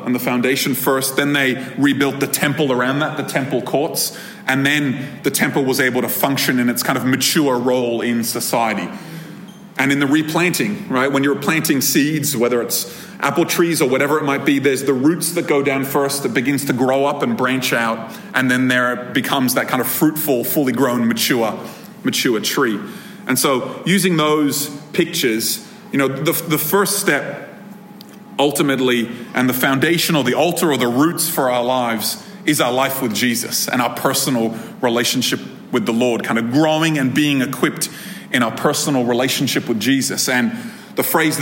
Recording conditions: live audience